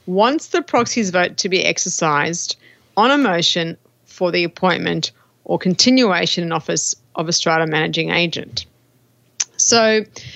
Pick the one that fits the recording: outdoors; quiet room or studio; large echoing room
quiet room or studio